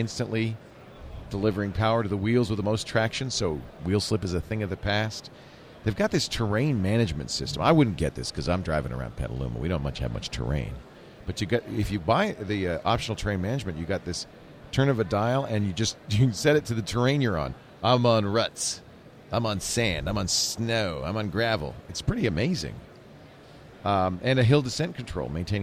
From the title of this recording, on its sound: Live From NAB